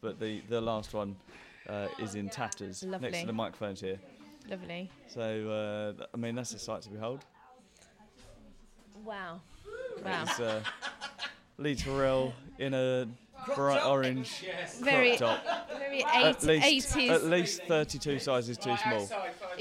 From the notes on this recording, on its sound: special episode recorded at The Southend 24 hour Improvathon